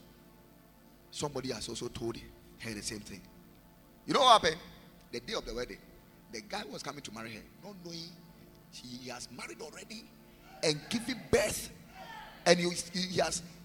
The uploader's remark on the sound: Preached at Night of Hope, at the Lighthouse Chapel International, Akim Oda.